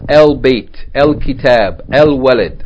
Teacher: Okay, so the letters are divided into sun letters and moon letters. Moon letters, the lam of the definite article El, the lam is pronounced